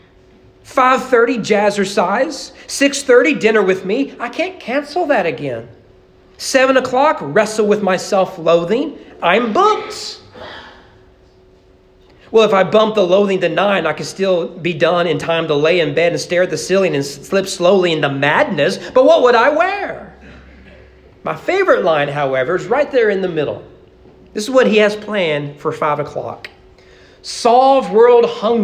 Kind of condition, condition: setting, large echoing room